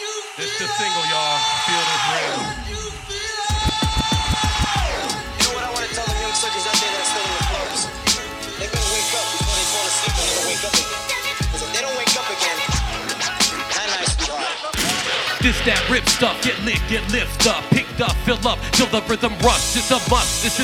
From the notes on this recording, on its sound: Performed at part of the Chreece 5 music festival. Perform at the Pioneer in Fountain Square Indianapolis.